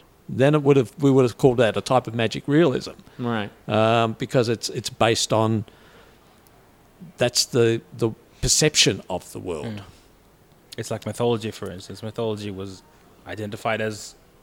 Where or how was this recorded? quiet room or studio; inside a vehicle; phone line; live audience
live audience